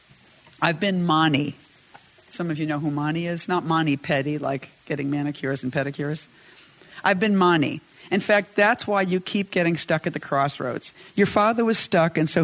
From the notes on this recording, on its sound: Reading her poetry to a live audience at the Chicago Humanities Festival.